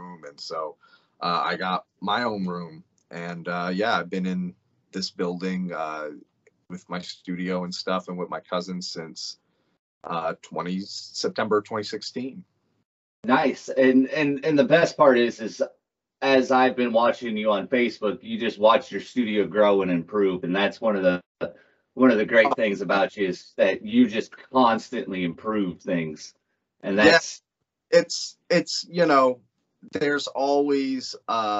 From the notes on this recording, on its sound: Skype interview.